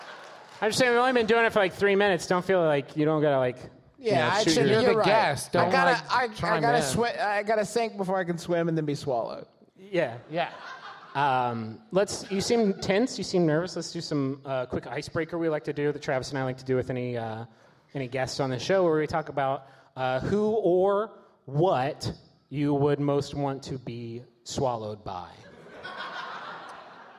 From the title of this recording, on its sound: Big Gulp, Live!